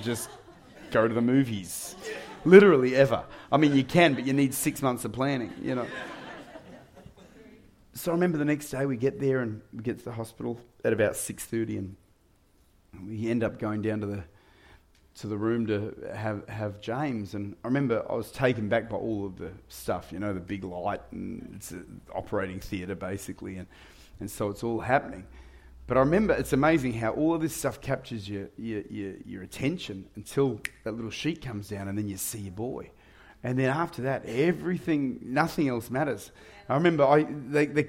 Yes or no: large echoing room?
yes